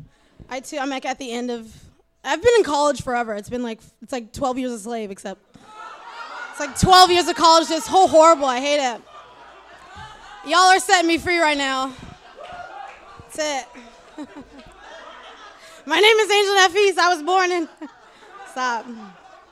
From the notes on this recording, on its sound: On Stage at Housing Works Bookstore Cafe. 126 Crosby Street in downtown Manhattan.